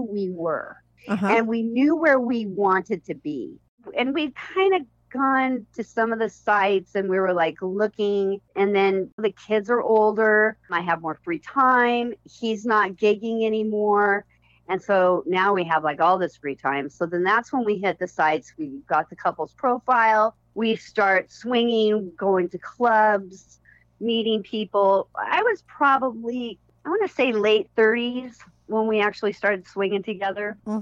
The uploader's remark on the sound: called in to talk all about it